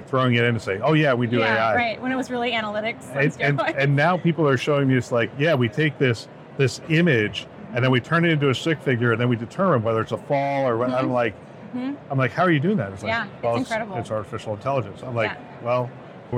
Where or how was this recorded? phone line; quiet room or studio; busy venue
busy venue